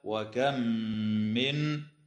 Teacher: تدغم الميم الساكنة في الميم مع الغنة